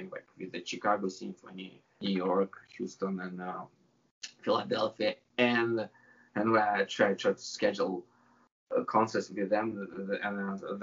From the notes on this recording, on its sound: I had a nice chat via Skype.